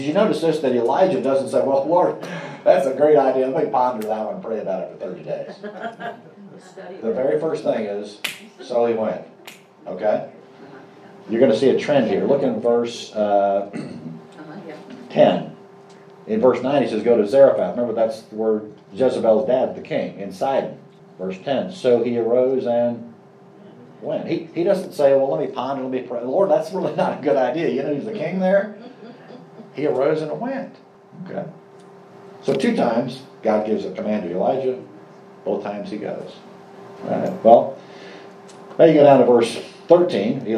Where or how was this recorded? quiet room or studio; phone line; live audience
live audience